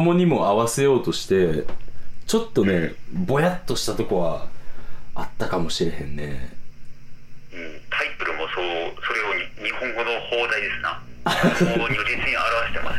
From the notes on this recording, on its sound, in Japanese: 苦肉の策のテレフォンショッキング収録